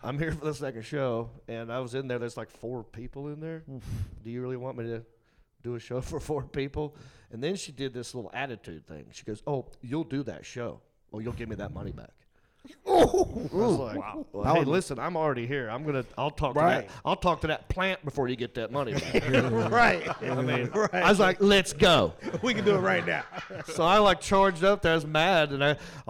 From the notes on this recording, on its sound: Recorded live at the Queen City Comedy Experience in Charlotte, North Carolina.